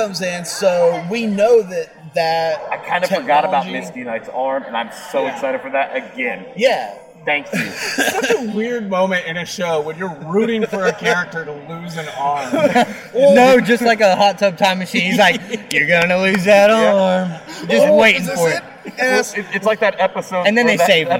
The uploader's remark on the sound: As the Official Podcast of Tricon 2018, we thought it appropriate to do the show LIVE from the convention floor! Chat with some cosplayers.